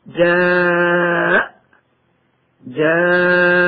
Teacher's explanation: ثانيا، المد العارض للسكون للمد المتصل إذا كان منصوبا فيه ثلاثة أوجه لحفص بالإسكان المجرد مع المد بمقدار أربع حركات أو خمس حركات أو ست حركات